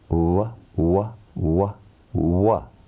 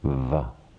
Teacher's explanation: wa is pronounced with the help of the teeth, touching the lower lip · Shown in: second take · and we get va.